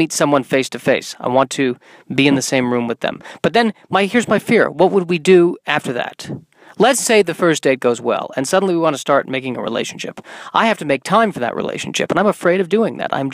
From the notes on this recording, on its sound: in my car on a Sunday afternoon